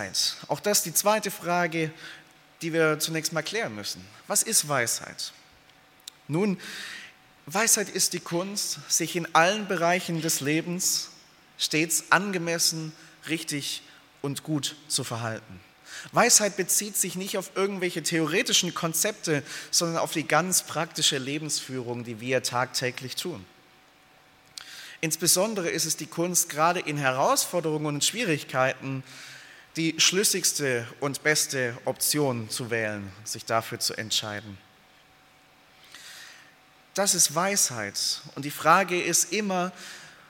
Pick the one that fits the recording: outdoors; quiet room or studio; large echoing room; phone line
large echoing room